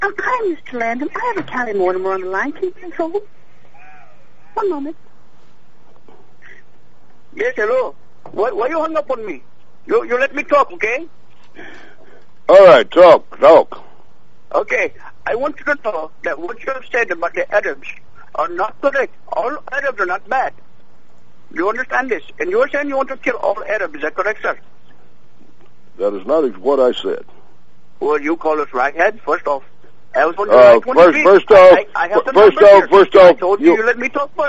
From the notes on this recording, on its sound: Personal Prank Phone Calls Collection